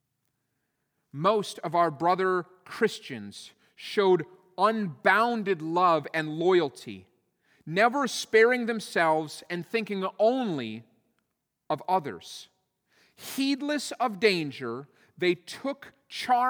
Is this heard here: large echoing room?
yes